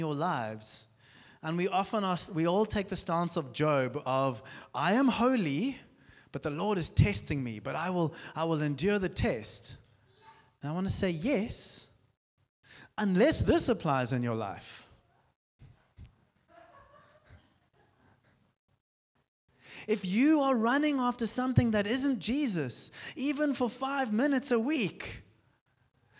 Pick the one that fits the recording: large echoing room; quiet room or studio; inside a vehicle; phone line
large echoing room